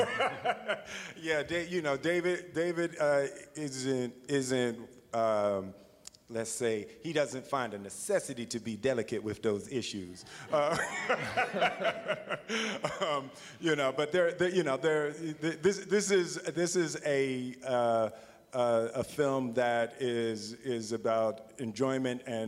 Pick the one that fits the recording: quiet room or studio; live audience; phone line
live audience